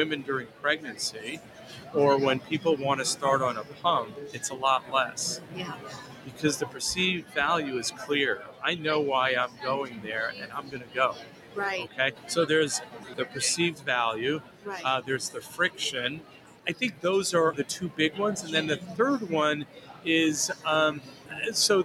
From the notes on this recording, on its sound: joined The Huddle live at ADCES' 2023 annual meeting in August